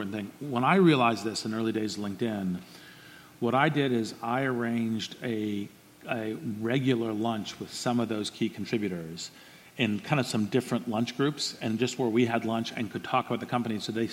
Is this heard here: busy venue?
yes